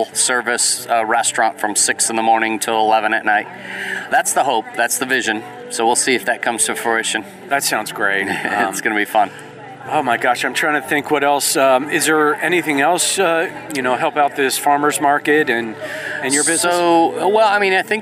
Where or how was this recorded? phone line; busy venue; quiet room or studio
busy venue